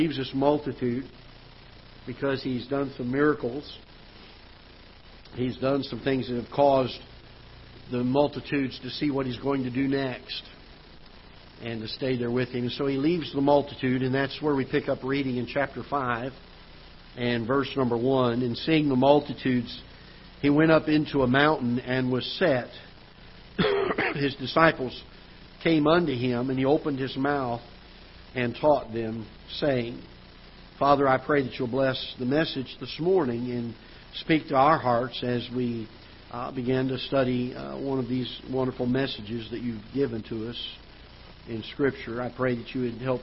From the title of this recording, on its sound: Ketha Heights Baptist Church ~ Live Broadcast